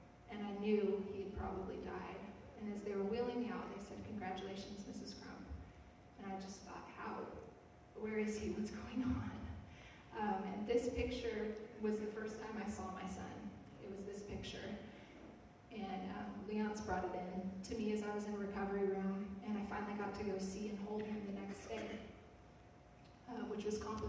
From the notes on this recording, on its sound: Note: there are some technical difficulties with the audio for this week. This was recorded at our 10:00a corporate worship service.